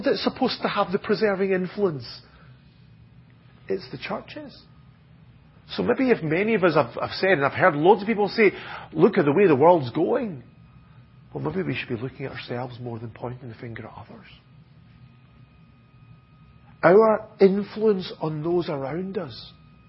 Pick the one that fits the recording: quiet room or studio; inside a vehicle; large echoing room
large echoing room